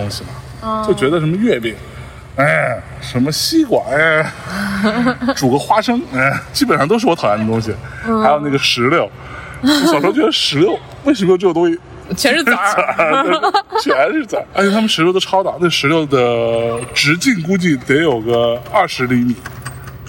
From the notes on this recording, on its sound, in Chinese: 在中秋之日的傍晚时分，在连云港的小河旁，他们边散步边聊天，便录制了这期伴随着自然环境音的“路边风”。